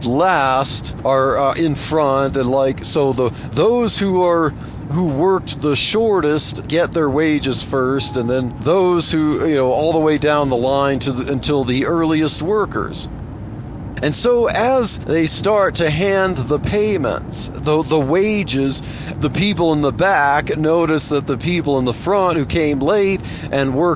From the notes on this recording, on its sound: while driving to work